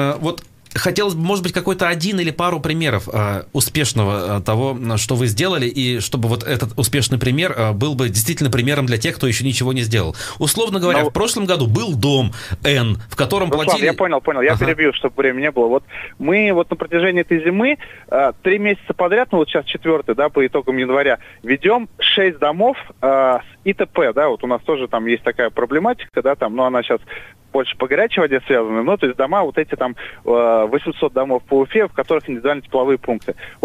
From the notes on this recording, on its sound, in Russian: По телефону